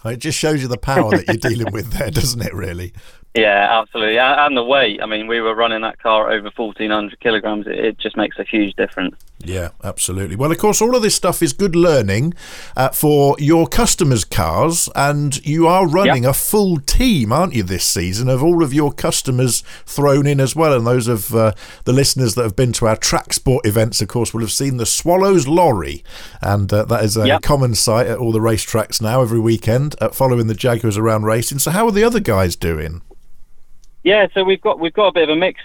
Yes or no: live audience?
no